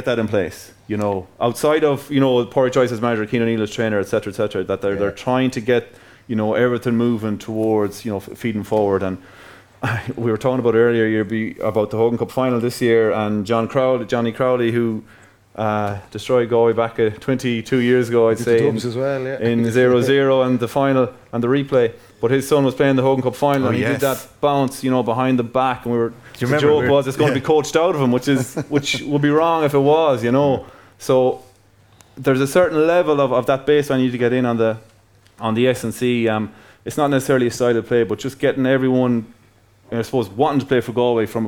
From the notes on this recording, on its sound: TFP LIVE in Dublin. Live in Kilmacud Crokes clubhouse.